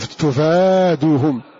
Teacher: تفادوهم بضم التاء وفتح الفاء وألف بعدها، وهو مراده بالمد، والمد أي بعد الفاء بعد الفتحة، والمد أي بعد الفاء تفادوهم، وليس له محل إلا هذا.